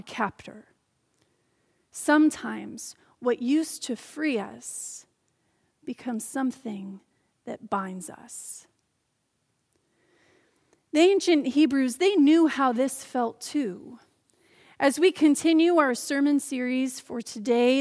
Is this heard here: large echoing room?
yes